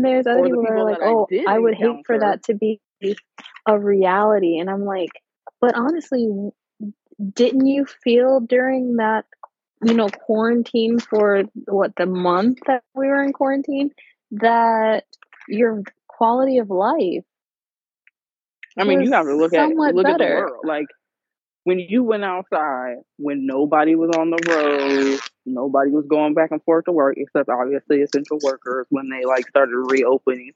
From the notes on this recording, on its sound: Today you get to sit on the phone. We got to squeeze in some FaceTime.